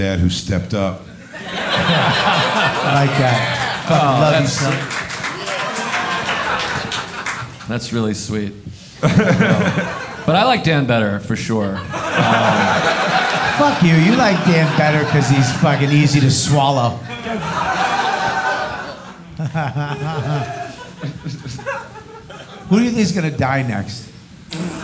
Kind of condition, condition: setting, live audience